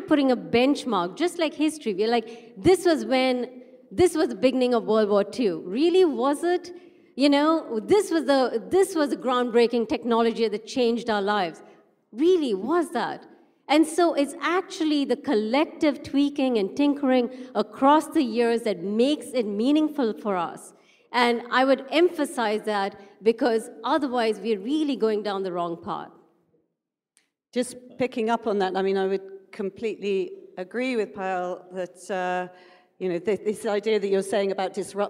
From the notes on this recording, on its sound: A live session from #JaipurLitFest2020.